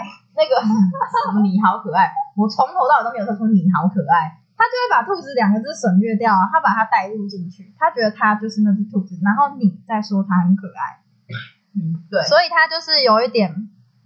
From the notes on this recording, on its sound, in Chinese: 本集音質較為不佳 還請見諒